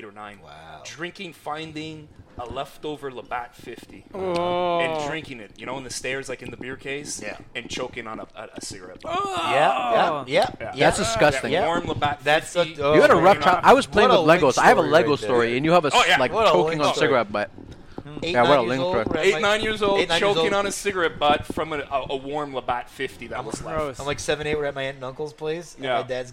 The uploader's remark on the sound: recorded at the back of Grumpy’s since March!